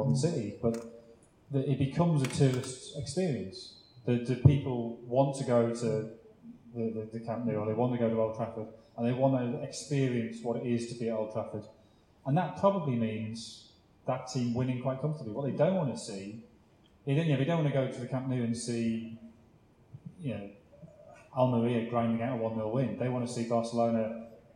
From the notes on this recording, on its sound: The Blizzard Live At The National Football Museum (1st Half). Live Q&A event held at the National Football Museum as part of the Manchester Football Writing Festival. Apologies for the poor sound quality - we were unable to take a direct feed from the microphones and so had to bodge a compromise.